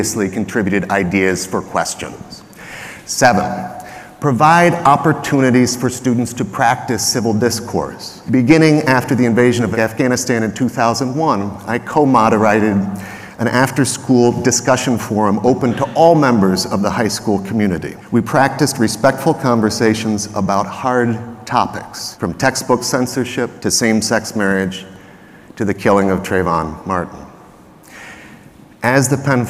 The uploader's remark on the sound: Audio from my remarks at the Winter Institute of the New York State Council of School Superintendents (March 2023). Thanks to the NYS Council of School Superintendents for sharing their in-house recording.